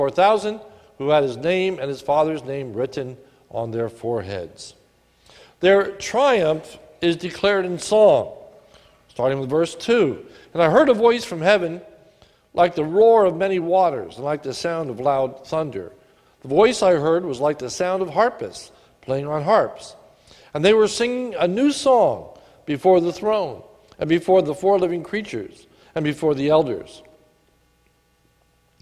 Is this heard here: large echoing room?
yes